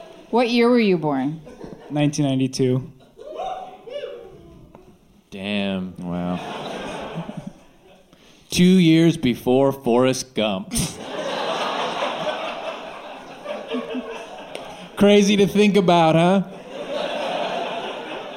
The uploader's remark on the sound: Live from the Dynasty Typewriter Theatre